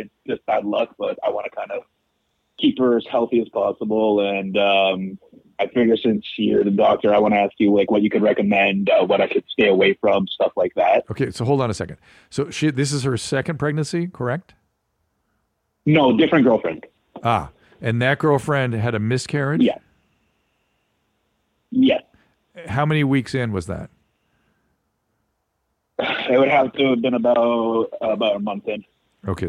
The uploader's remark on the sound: before they jump into live calls